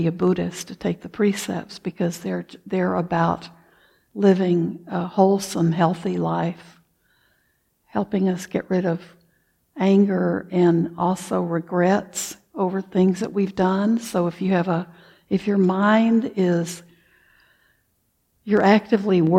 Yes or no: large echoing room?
yes